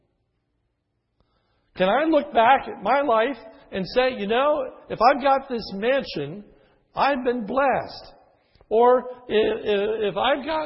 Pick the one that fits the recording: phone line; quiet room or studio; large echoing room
large echoing room